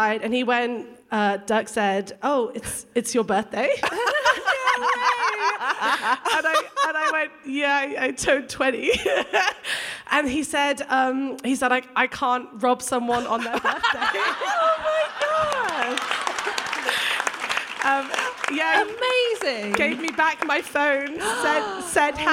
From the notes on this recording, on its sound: The Drunk Women continue their Edinburgh odyssey, as they bring to you this gem recorded at the Fringe in 2023.